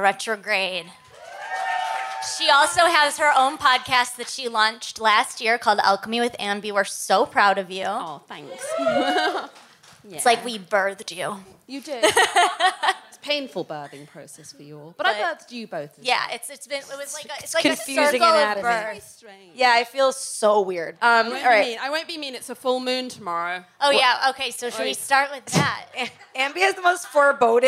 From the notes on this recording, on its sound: Show recorded live at Heyday Skincare in Los Angeles.